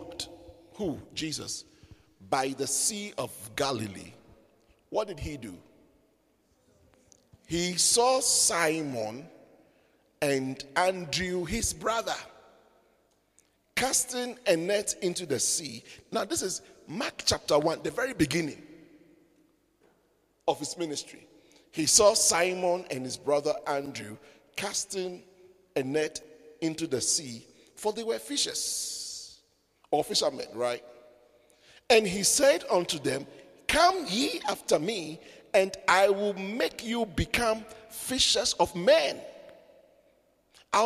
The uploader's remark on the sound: Preached at the midweek servants armed and trained service